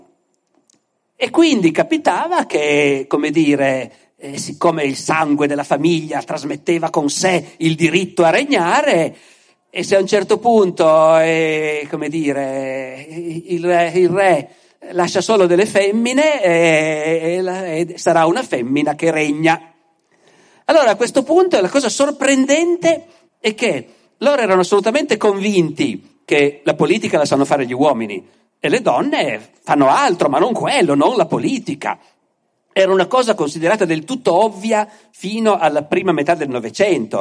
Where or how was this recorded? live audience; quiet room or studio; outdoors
live audience